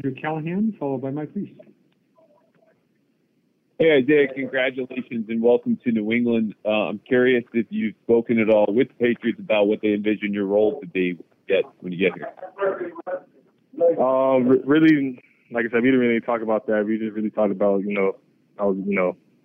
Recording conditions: phone line